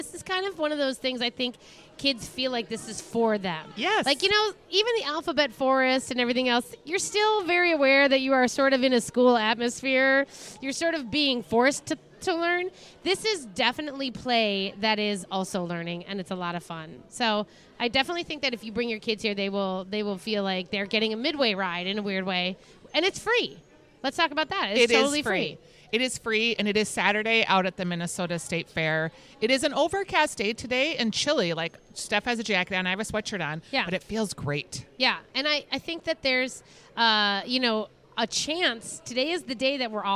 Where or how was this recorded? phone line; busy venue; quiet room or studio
busy venue